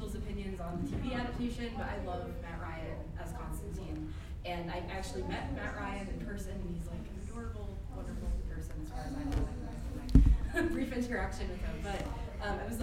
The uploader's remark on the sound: Instead of an interview, this is the live recording of a panel. At Dark Side Of The Con 3 presented by VampireFreaks.